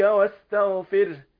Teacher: وأعجبني حقيقة في إظهاره لترقيق الراء واستغفره، هكذا تنطق.